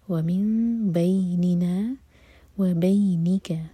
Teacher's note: میم کو ہولڈ کریں گے لیکن ہونٹوں کو ٹائٹ بند نہیں کریں گے. وَمِن بَيْنِنَا وَبَيْنِكَ، بَيْ مَدِلِين. · Term: اخلاب